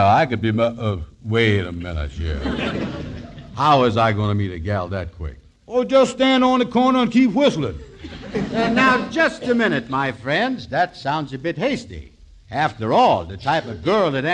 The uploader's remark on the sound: First show before a live audience.